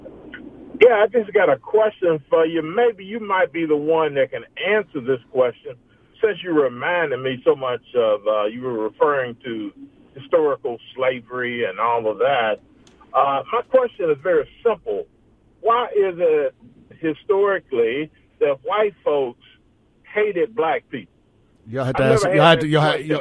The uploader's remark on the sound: The finally got us some phone calls and that when all hell breaks loose.